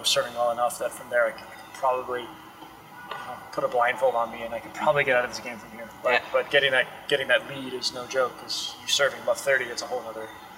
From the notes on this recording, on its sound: live from the Cranbrook Tennis Classic